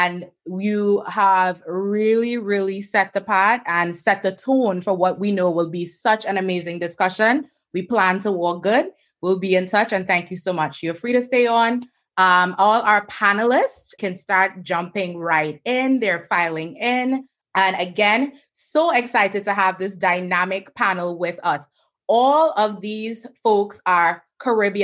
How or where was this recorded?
video call